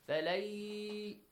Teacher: فَلَيْ إِدْغَام with غُنَّة، with nasal sound, and stretch it for two counts or two beats.